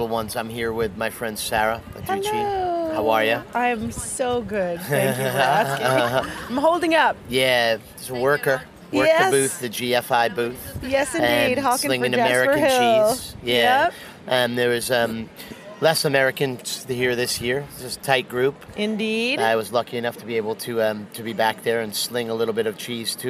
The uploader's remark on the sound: reports live from Bra Cheese.